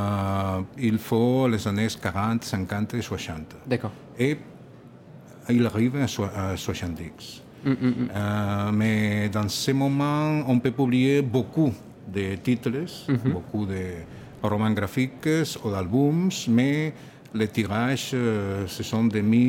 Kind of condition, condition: setting, busy venue